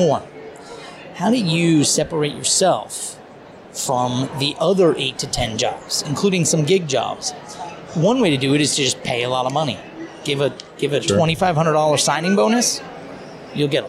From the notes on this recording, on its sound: live from SHRM